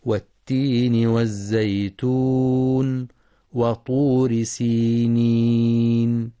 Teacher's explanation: ينتبه القارئ لإدغام اللام الشمسية في التاء والزاي، ولتحقيق شدة التاء في والتين، كما يراعى بيان صفة الصفير ورخاوتها في الزاي الساكنة من والزيتون، والوقف على النون بصفة التوسط.